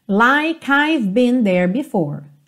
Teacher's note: o E não é pronunciado, o K já junta no I